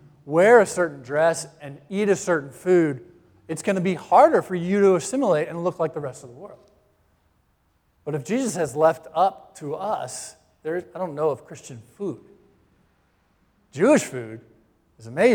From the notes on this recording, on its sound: Live Stream Worship at Christ Presbyterian Church, New Haven